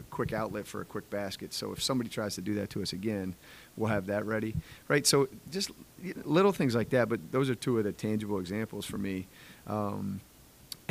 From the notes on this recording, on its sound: Press Conference 2/12 by ESPN Harrisonburg